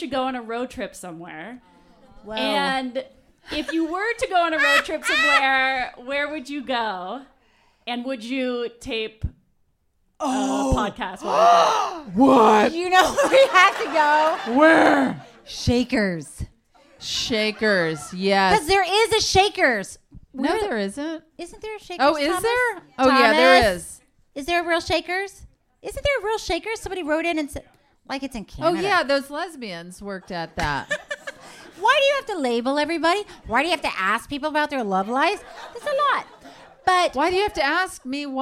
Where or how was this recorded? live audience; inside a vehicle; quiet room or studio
live audience